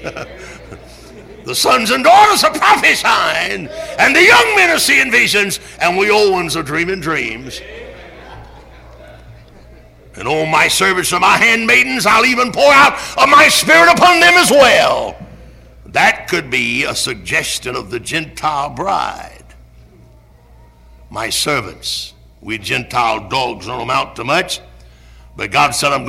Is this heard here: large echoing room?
yes